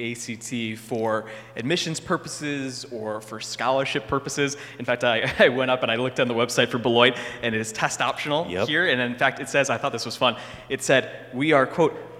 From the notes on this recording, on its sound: A LIVE conversation at Beloit College. Hear the live conversation and audience Q&A!